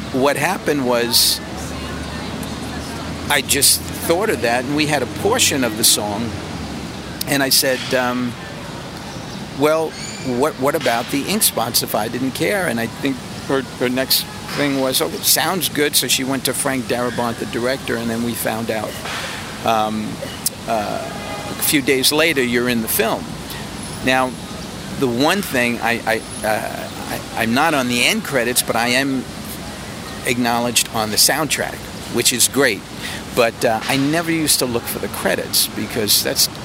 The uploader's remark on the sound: In New York City. We are taking a walk at Greenwich Village in Washington Square Park.